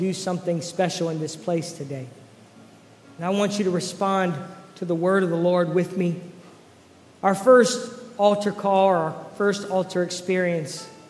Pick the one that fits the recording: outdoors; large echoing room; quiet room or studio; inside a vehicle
large echoing room